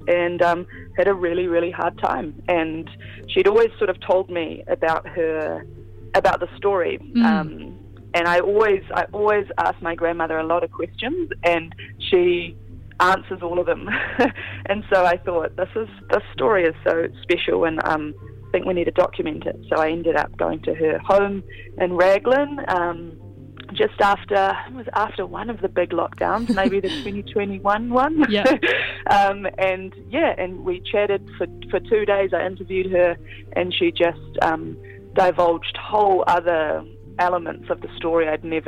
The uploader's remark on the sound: phones up for a kōrero